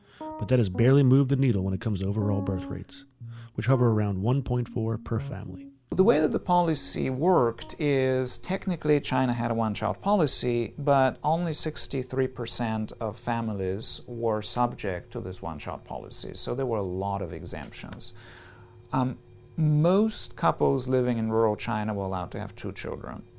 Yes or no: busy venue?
no